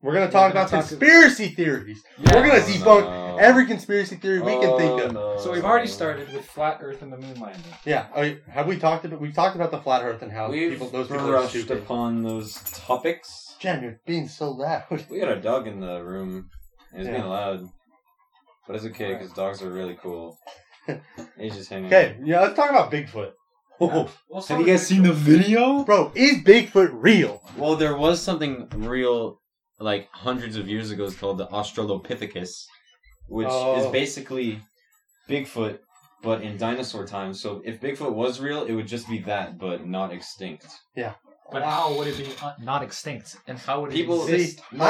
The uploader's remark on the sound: Sorry for the bad audio we had some mic trouble.